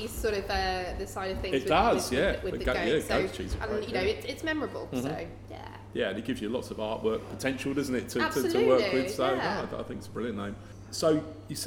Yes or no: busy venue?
yes